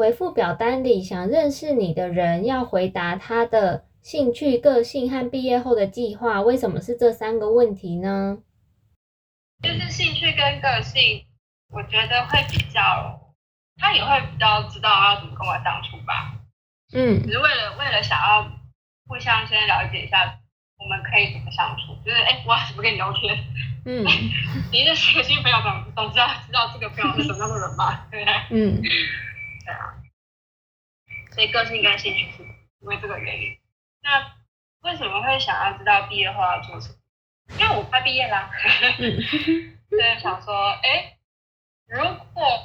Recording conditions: poor sound quality